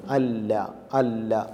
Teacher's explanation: ലാമിൻ്റെ മഹ്റജ് നാവിൻ്റെ അറ്റം മേലെ മുൻപല്ലിൻ്റെ ഊനിൽ തട്ടിച്ചാണ് ല എന്ന് പറയുന്നത്. അല്ല അല്ല എന്ന് നമ്മൾ പറയുമ്പോൾ അങ്ങനെയാണ് വരുന്നത്.